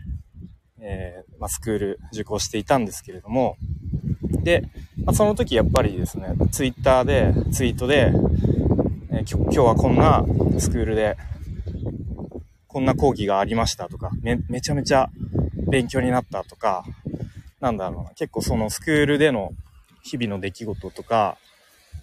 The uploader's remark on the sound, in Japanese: 歩きながら公開収録をしました。